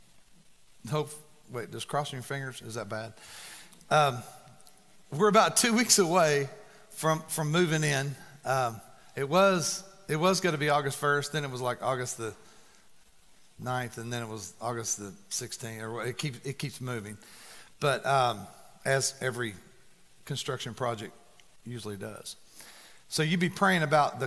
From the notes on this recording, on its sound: 1st message of the "Philippians" sermon series at The Fellowship at Mt Juliet. Recorded live on August 4, 2019.